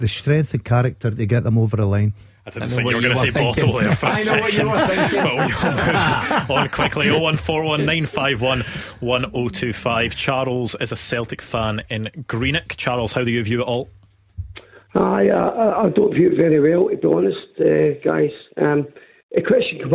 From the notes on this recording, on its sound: Clyde 1 Superscoreboard. In the studio. We open the phone lines for you to have your say.